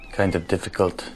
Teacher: Is going to have a f sound at the end. A word like kind. Kind of difficult. Is going to have more like a t sound at the end. · Term: devoiced